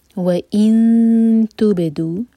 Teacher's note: ان پر اخفا تو نون کی آواز کو چھپائیں گے اور تا کے لیے زبان تیار کریں گے